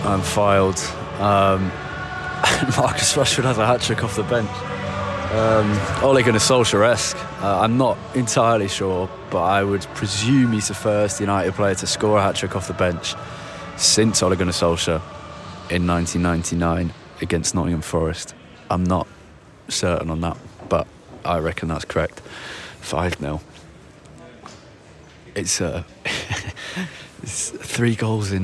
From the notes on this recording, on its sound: live from Old Trafford